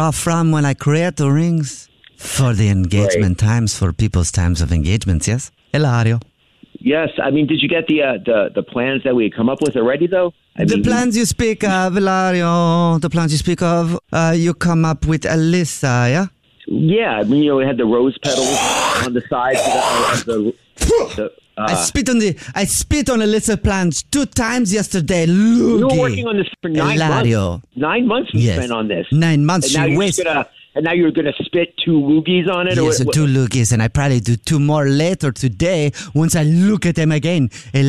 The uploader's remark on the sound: Phone Prank